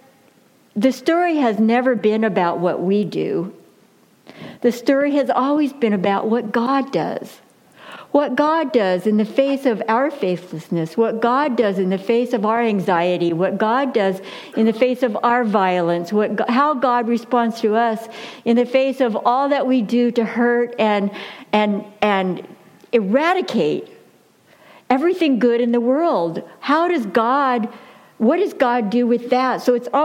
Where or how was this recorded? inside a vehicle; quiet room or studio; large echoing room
large echoing room